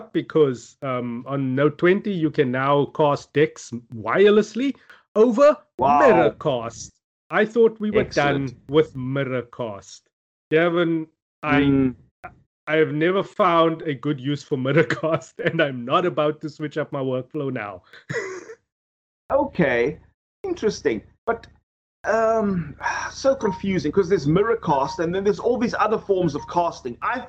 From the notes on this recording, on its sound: Recorded via Skype